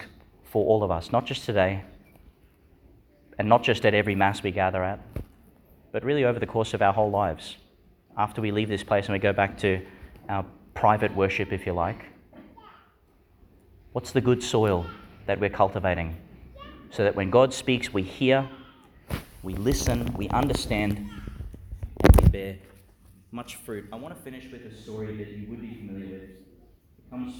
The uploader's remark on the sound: Homily for the Fifteenth Sunday in Ordinary Time, delivered in Our Lady Star of the Sea, Gladstone, Qld.